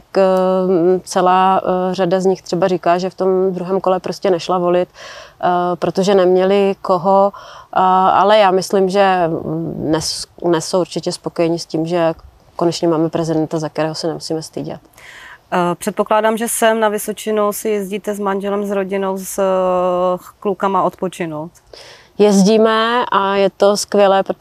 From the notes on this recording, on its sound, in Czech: Rozhovor byl natáčen ve venkovním prostředí, proto prosím omluvte sníženou kvalitu zvuku.